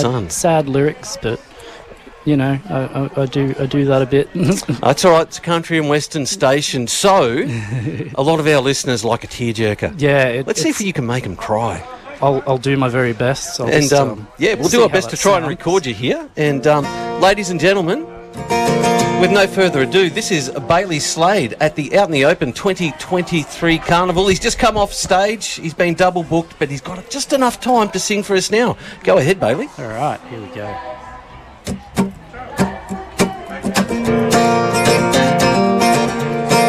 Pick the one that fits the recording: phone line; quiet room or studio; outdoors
outdoors